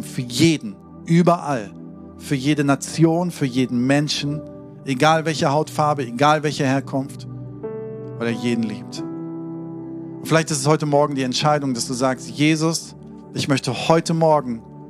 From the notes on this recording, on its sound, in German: Sonntagspredigt aus dem Standort Bochum.